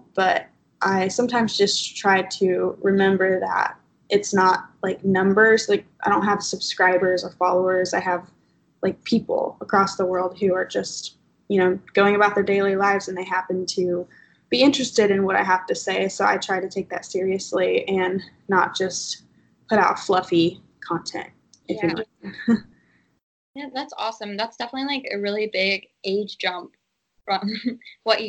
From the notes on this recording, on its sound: Skype interview